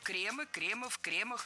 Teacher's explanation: Ударение сохраняем на первом слоге во всех формах.